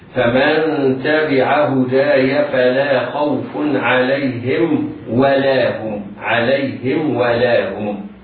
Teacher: العناية بإظهار الميم الساكنة إذا وقع بعدها الواو